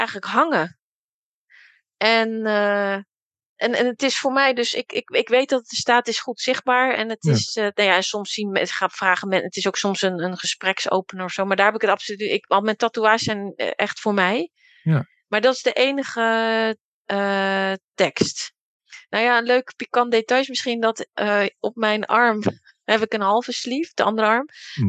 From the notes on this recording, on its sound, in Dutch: heb ik haar via Zoom geïnterviewd